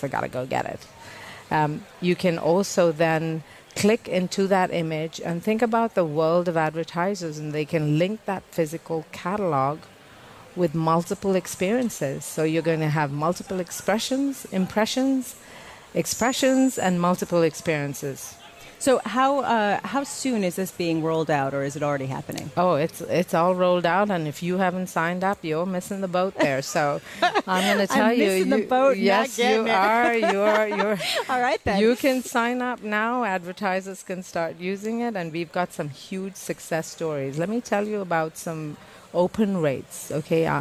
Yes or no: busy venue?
yes